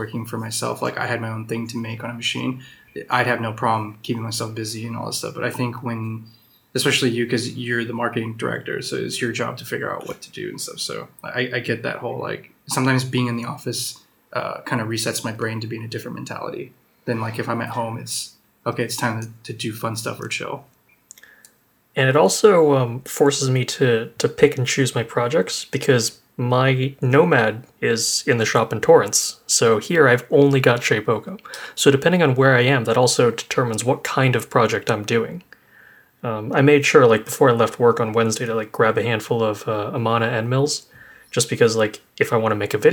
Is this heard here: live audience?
no